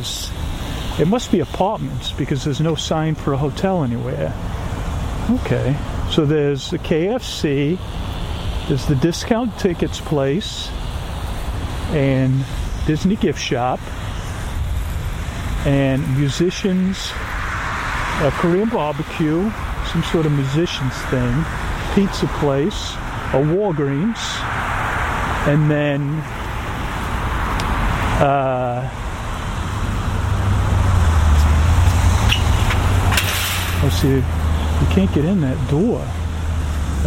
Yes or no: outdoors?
yes